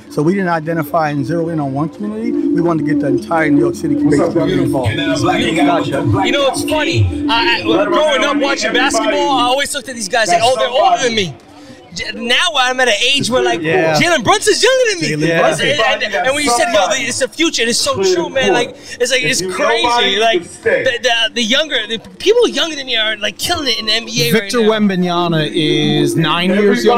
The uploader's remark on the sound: LIVE from Rucker Park